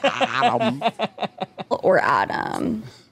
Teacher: Track 7 is a good example of vocal fry on the word Adam.